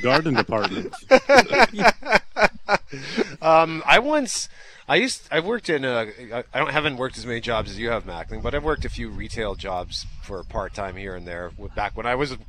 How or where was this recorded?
busy venue